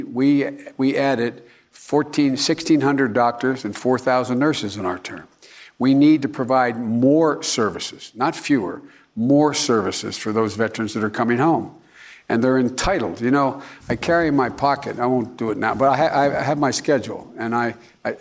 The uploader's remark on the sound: during a live town hall